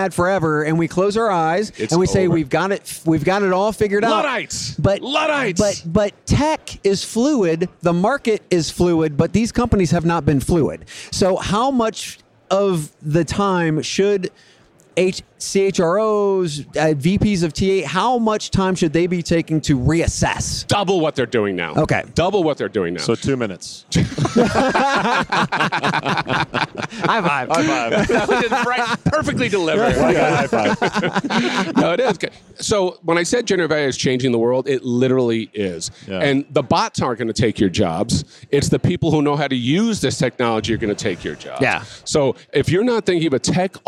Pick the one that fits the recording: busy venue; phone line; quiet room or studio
busy venue